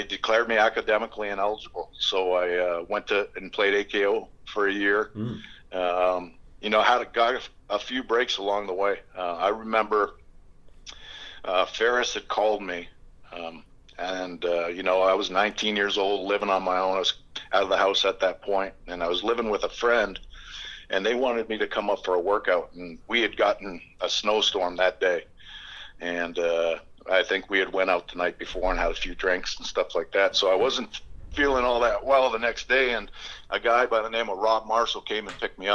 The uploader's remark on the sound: on the phone